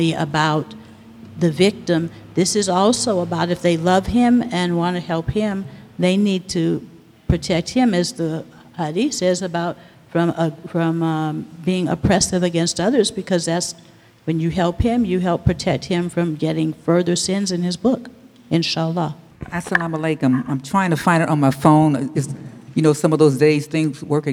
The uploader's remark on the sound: Q&A Discussion Circle w/the Imams. Receive questions from the congregation.